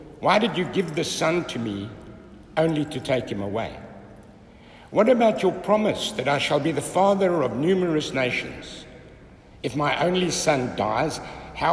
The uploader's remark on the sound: Listen to the homily preached at Holy Trinity Catholic Church in Braamfontein, South Africa